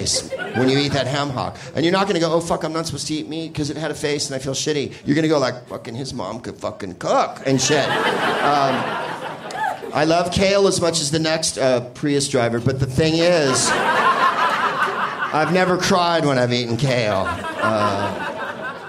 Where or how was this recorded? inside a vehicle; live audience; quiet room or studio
live audience